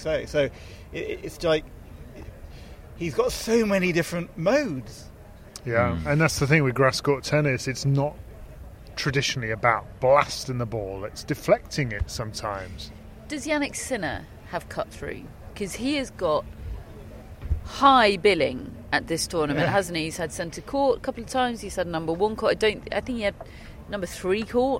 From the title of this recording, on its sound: Live from Wimbledon